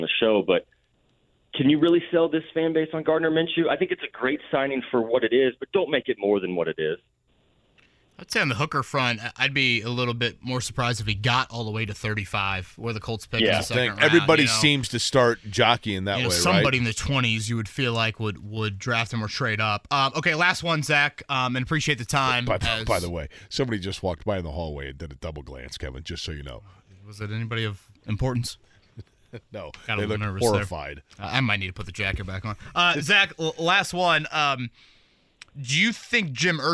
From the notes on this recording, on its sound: Is on the road attending Pro-Day camps, but still has time to call in to the show.